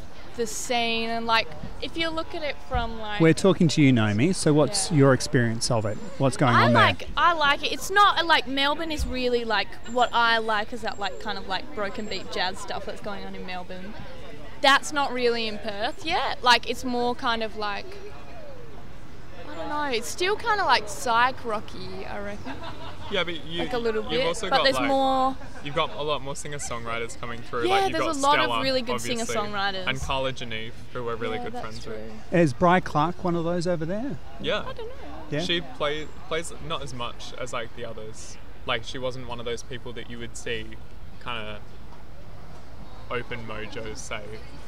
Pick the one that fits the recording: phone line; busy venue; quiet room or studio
busy venue